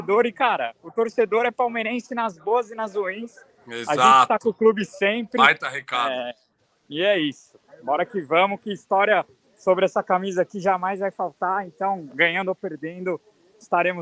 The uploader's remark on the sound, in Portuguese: DIRETO DO ALLIANZ PARQUE!